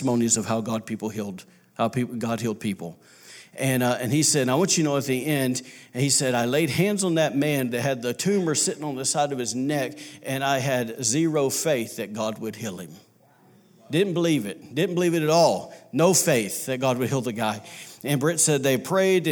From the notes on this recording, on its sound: was recorded on Sunday, March 31, 2019, during service at The Anchor Church in Rockport, Maine.